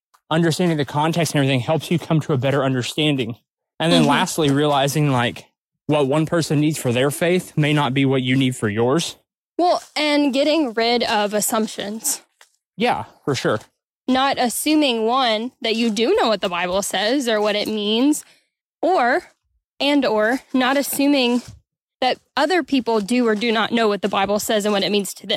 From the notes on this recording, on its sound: This week, we are recording from the great Ouachita national forest. On a refreshing hike.